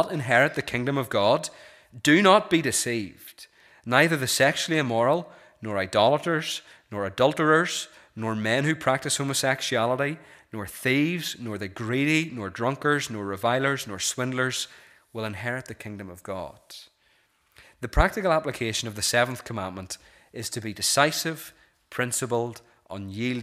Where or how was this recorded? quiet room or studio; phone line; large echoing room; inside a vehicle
large echoing room